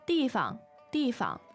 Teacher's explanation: So the fang gets like neutralized, becomes neutral tone.